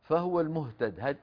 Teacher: يكتفون بكسرة الدال عن الياء يعني يقولوا فهو المهتدي يعني يكتفون بإيه؟ بالكسرة ويستغنون عن الياء